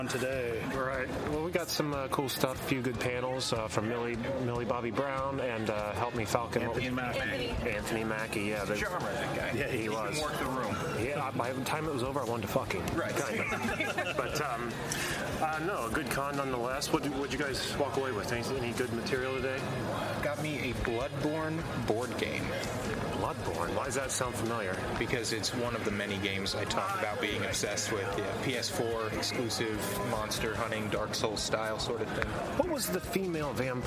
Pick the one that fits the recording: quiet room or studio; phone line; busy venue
busy venue